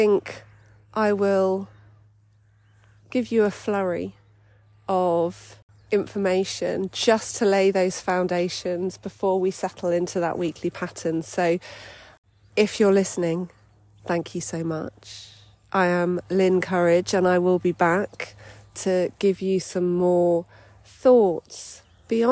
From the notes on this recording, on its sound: I recorded this little introductory episode whilst on a walk, on my birthday, with my dog!